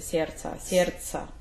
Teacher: You make a little pause on this ц.